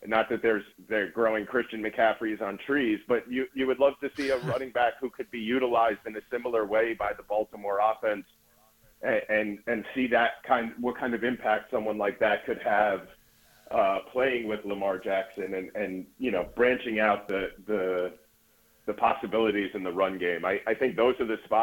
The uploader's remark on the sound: stopped by on the phone